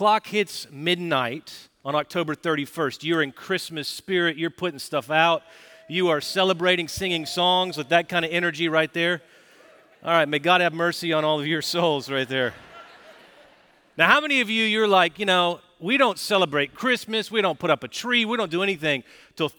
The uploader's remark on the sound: Recorded Live at Brookwood Church on 12.03.2023